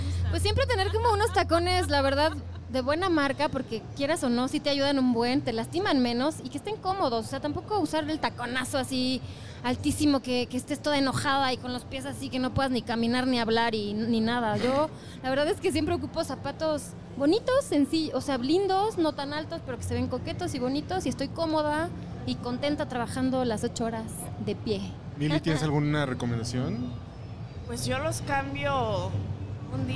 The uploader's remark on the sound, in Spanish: La semana pasada grabamos desde el mágico mundo de las expos en Expo Publicitas 2019, en el stand de Output Podcast presentado por RØDE Microphones.